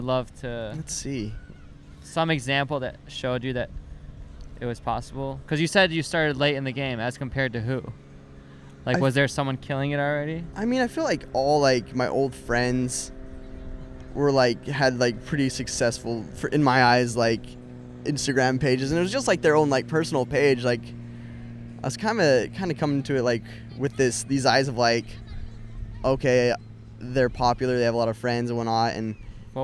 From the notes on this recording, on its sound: Bonus fun we recorded the whole interview on the beach at Santa Monica Pier!